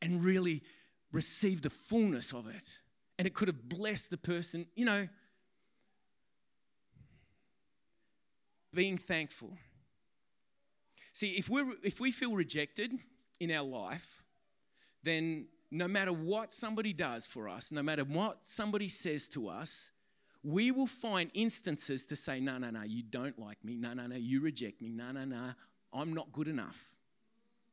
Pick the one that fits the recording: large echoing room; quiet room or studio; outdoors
large echoing room